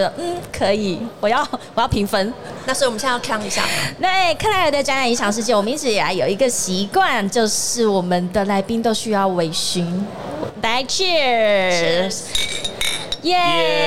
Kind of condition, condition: setting, busy venue